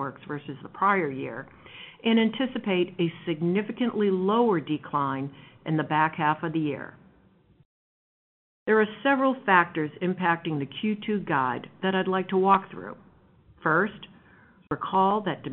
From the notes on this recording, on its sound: Q1 FY2023 Earnings Conference Call.